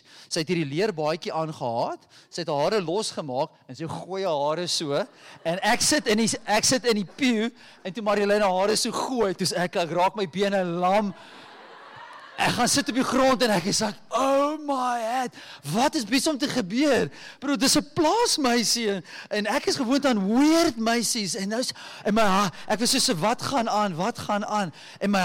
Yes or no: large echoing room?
yes